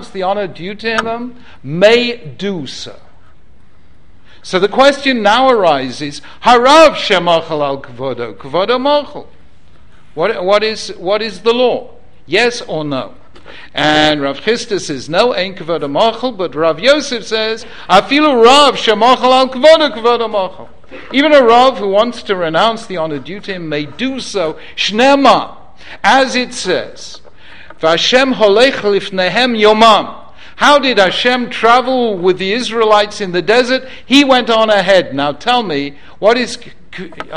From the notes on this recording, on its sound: Originally recorded at Yeshiva University on 19th March 2014.